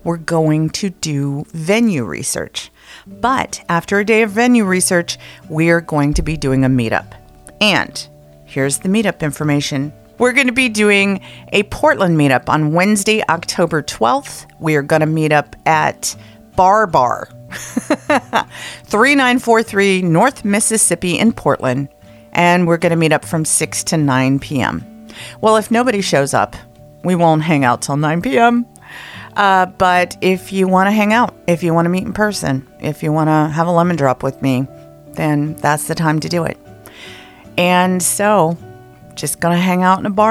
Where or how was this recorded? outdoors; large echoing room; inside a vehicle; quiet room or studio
quiet room or studio